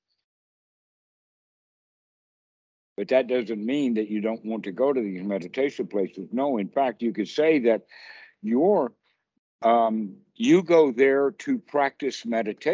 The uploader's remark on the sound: skype calls on this channel